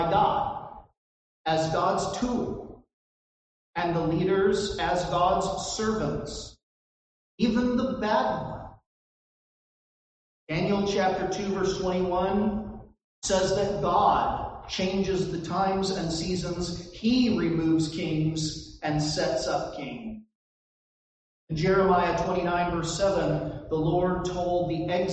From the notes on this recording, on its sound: This recording suffers from poor audio quality.